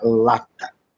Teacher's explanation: A língua portuguesa não faz diferença, ainda que ela tenha, é isso, quando você fala a palavra lata. É lógico que o primeiro A né, que é forte, é tônico, ele demora mais do que o último lá